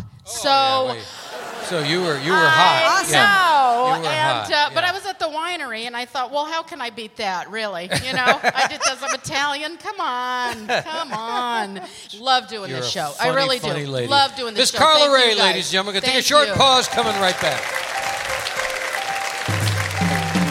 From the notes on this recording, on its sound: Live at the Southpoint Casino.